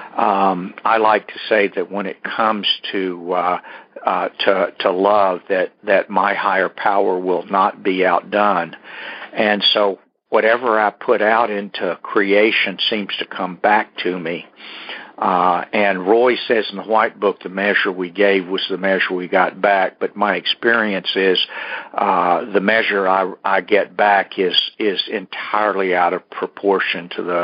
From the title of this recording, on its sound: Monday Noon Phone Speakers Series